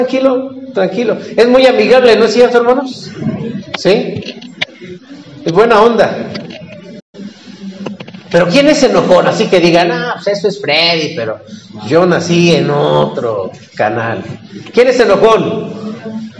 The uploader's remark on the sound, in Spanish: Predica del culto matutino del 30 de julio del 2023